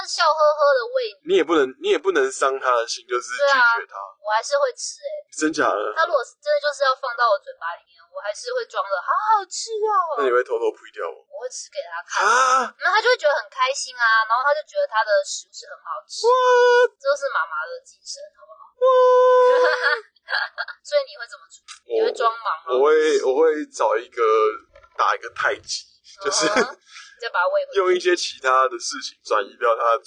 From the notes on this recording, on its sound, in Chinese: 本集為車上錄音，音質有點糞。